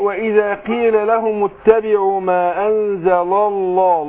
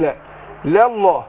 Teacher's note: يبقى اللام الأولانية مرققة واللام لفظ الجلالة مفخمة